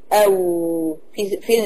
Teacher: تخرج من الشفتين بانضمامهما او باستدارتهما · Term: مخرج الواو